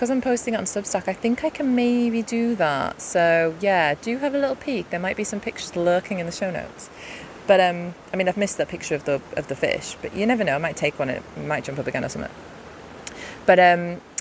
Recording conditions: outdoors